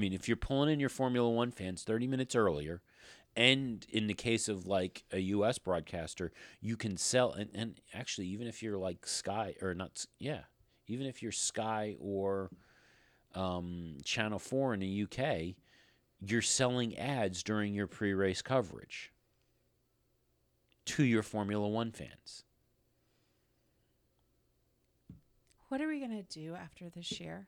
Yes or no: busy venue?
no